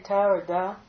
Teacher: When we say ta or da, it goes in between the dental and the lingual.